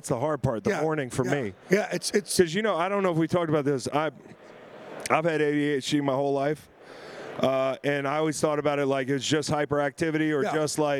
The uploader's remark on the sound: SB LVIII Radio Row in Las Vegas!